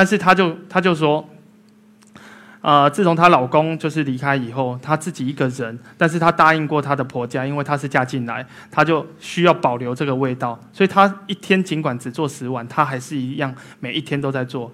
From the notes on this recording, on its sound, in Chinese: 一席现场